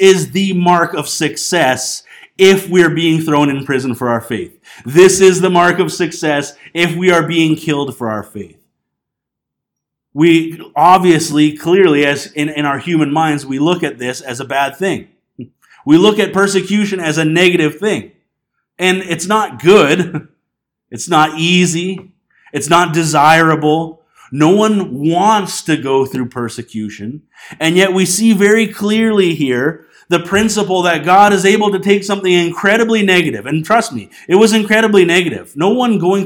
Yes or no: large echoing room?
yes